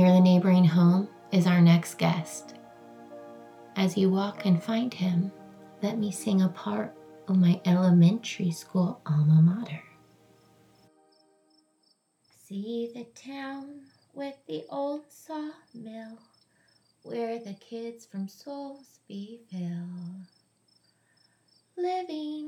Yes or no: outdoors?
yes